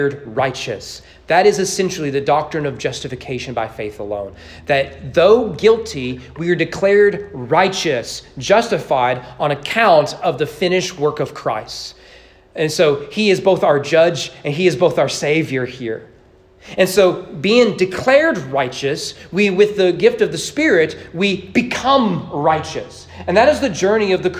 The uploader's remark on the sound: Sermon preached at East Frankfort Baptist Church on Sunday evening October 23, 2022.